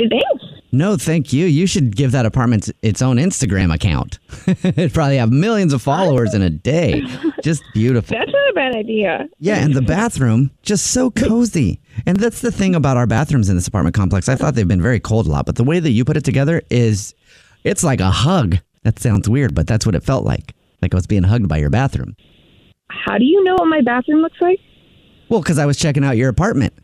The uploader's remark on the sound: Phone Prank